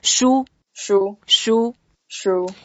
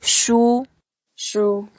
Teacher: it's the first tone, and then, we just make it flat, and we can make it a bit longer